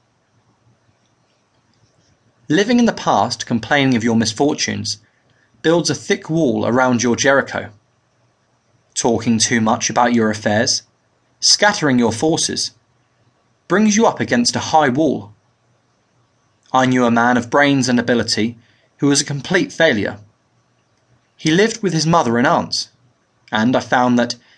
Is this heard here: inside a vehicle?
no